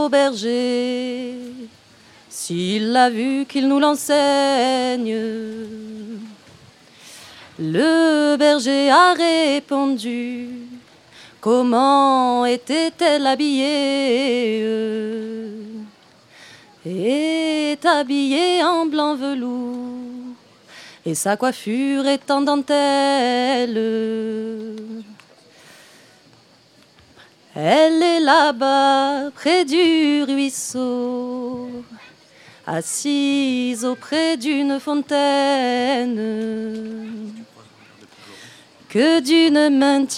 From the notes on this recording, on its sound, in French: Radio Live et participative pour la Festa Fogassa 2017 sur le thème de la fête.